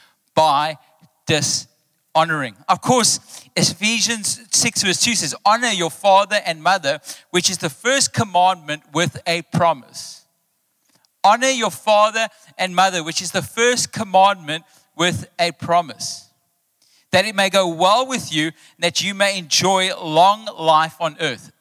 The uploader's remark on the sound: Recorded live on Sunday 14th May the 2023